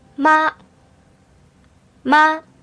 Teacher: Here 妈 is a flat tone, which we call the first tone.